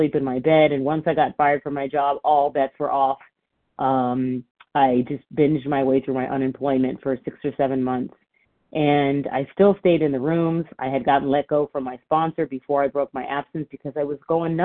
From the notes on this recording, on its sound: from the 100 Pounders Phone Meeting, 6/21/23